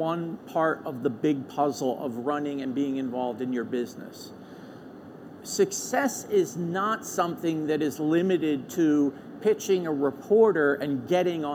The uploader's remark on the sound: LIVE FROM MONEY 20/20